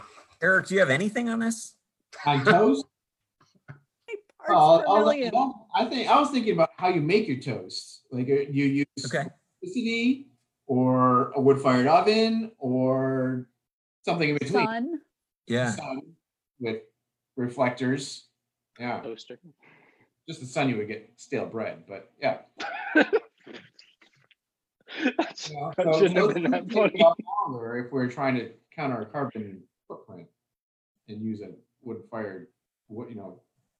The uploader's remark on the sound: As I am sure you are aware, we are recording this special live show via Zoom, and so please bear with us as we figure out the kinks. Tonight we are joined by some friends of the show.